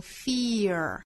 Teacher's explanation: 第一个元音会更紧一些，其实这个也是受到美音之中后面的这个 er 这个卷舌音的影响